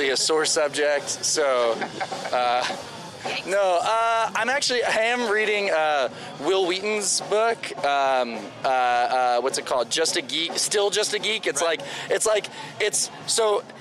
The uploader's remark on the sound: LIVE FROM SPI FEST 2023. Please forgive some of the live audio...